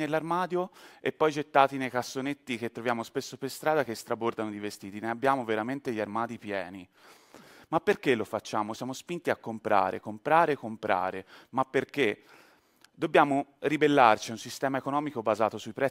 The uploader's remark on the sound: TEDxFirenze. This talk was given at a TEDx event using the TED conference format but independently organized by a local community.